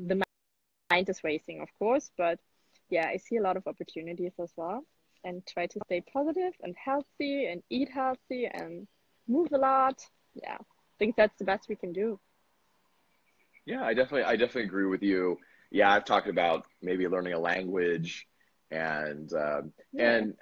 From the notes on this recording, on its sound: I did an Instagram Live and interviewed a friend